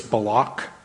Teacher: Most people pronounce it in Hebrew, it's Balak. The emphasis is on the second syllable.